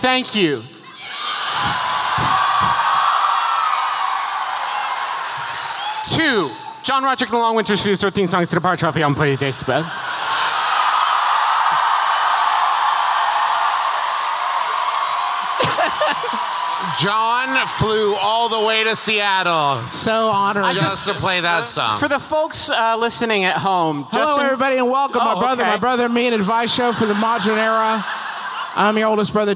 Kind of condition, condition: setting, live audience